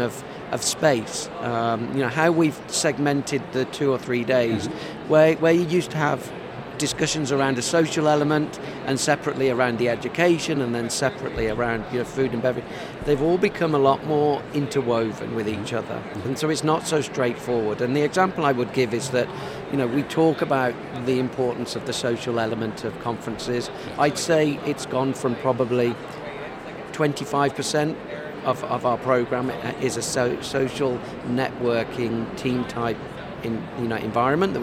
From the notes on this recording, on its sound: Live from #IMEXAmerica.